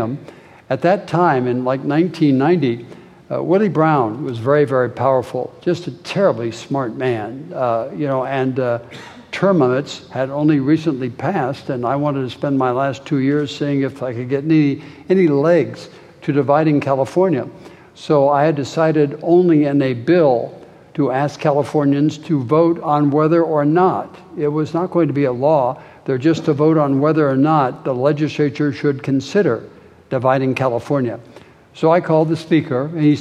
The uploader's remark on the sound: in a conversation at the Fresno Art Museum